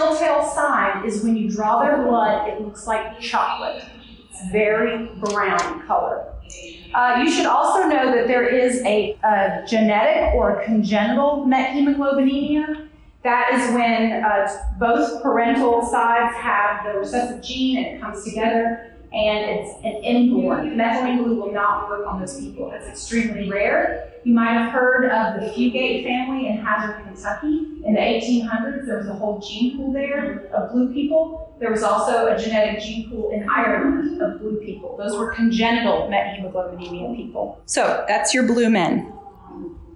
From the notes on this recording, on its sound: Originally presented this lecture live, in front of an audience at the excellent Southeastern Seaboard Symposium in Myrtle Beach, South Carolina.